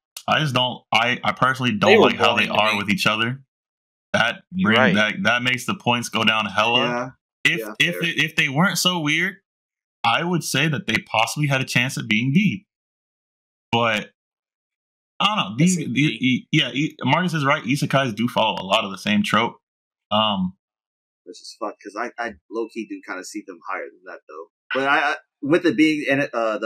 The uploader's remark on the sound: The audio here kinda got messed up.